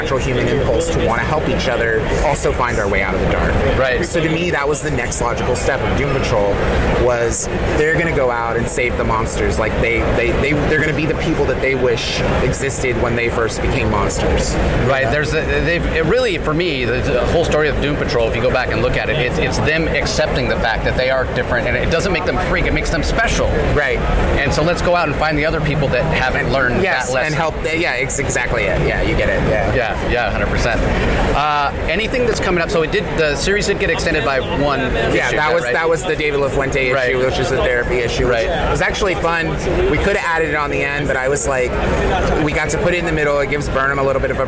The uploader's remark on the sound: LIVE from SDCC '23